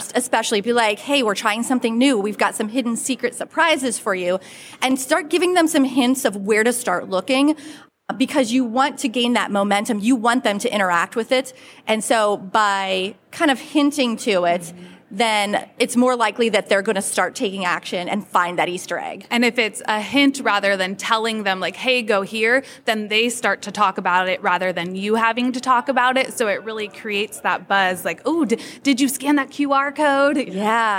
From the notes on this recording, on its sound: This episode was recorded in front of a live audience at Sub Summit 2023 in Dallas, Texas at the SUBTA Studios Stage.